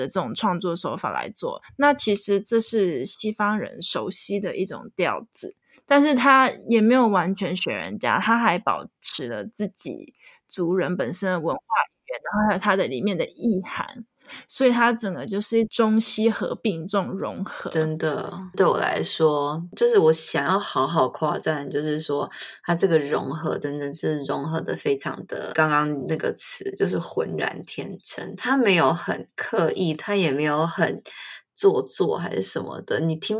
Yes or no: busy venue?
no